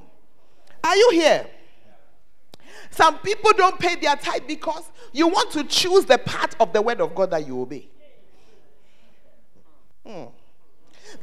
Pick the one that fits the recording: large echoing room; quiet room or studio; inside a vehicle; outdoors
large echoing room